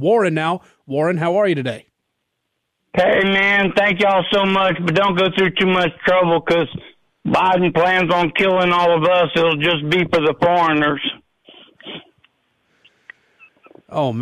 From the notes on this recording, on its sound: A lot of listeners have opinions and decide to call in.